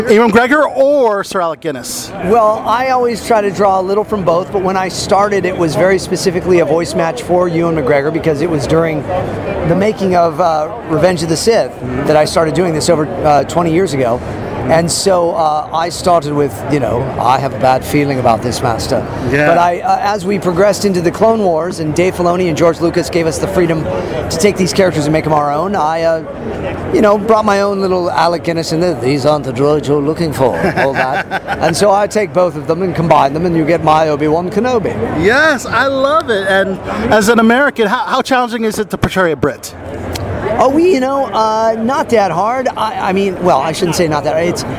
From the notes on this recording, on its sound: conducted at Awesome Con in Washington DC